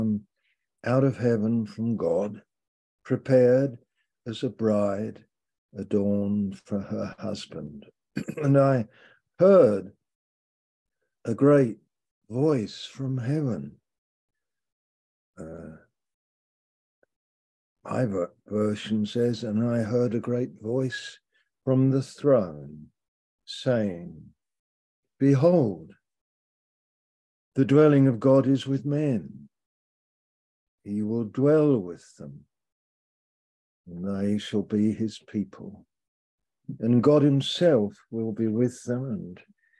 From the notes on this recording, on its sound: Malaysia Meets (Zoom).